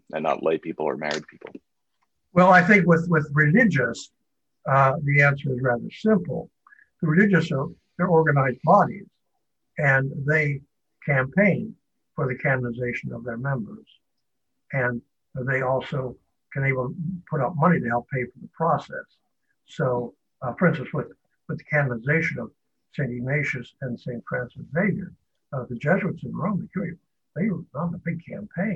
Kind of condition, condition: link, video call